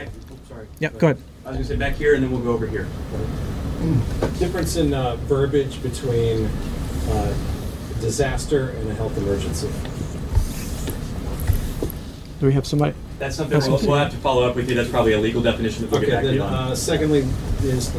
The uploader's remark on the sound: full press conference